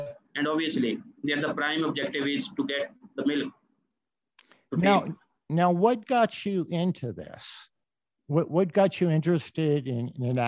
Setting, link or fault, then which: link, video call